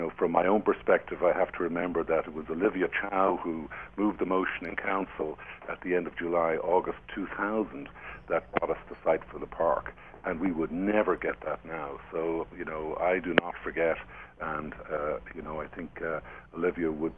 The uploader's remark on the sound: calls in from the road somewhere between Illinois and Wisconsin